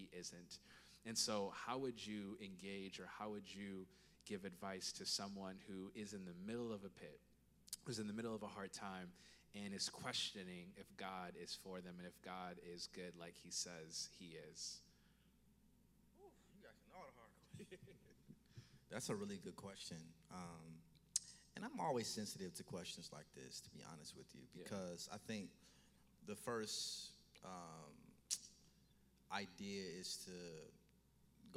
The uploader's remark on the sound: Stand Firm Tour Toronto Live Show